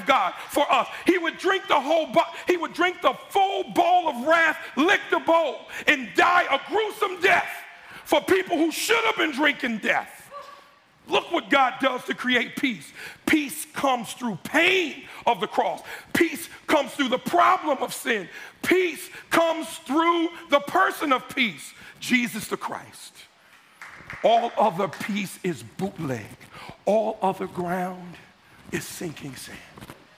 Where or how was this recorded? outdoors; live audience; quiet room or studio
live audience